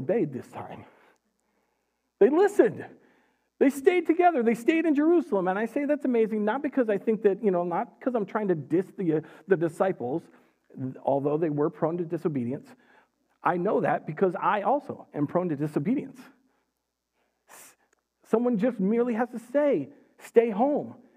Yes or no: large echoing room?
yes